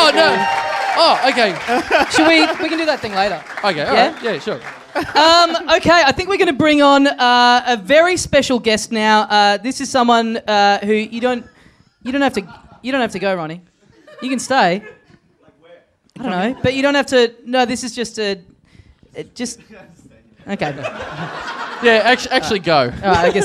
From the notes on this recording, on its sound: Recorded LIVE at Five Boroughs on December 7, 2014.